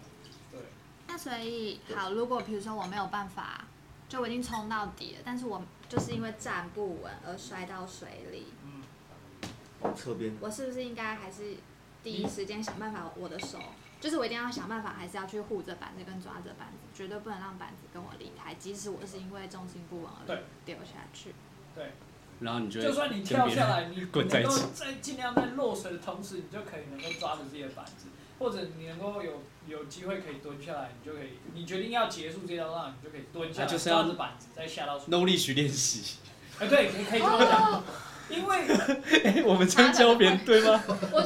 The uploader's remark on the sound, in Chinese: 台東浪人槓起來之夜！這一集的收音不是很專業請大家多包涵。在結束一天逐浪的晚上，在民宿的桌上大家一起閒聊一些衝浪技巧、衝浪經驗。